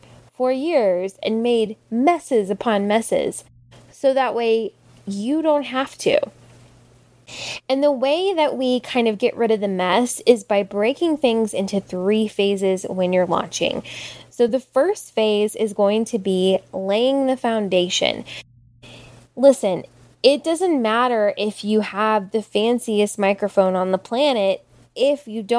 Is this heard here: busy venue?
no